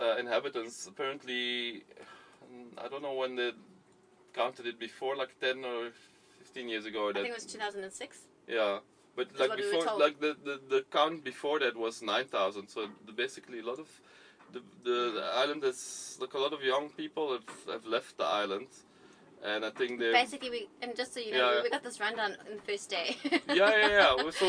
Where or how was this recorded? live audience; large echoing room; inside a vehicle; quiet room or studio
inside a vehicle